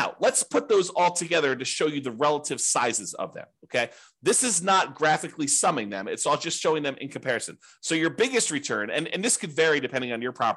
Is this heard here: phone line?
no